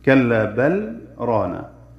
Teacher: أما فيهما في اللام والراء فيجب الإدغام عند الجميع قل ربي، أما في بل ران خاصة عند حفص من الشاطبية فليس له فيها إلا السكت كلا بل رانا، فإنه يقول بوجوب الإظهار للزوم السكت لأنه أي حفصا يسكت على اللام سكتة لطيفة والإدغام يمتنع معه السكت.